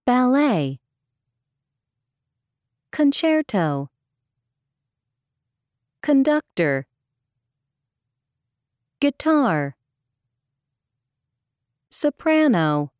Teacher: Stress on second syllable